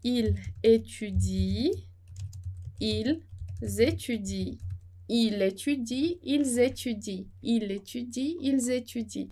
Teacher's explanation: é a liaison que vai marcar a diferença entre o singular, ele, ela, do plural, eles, elas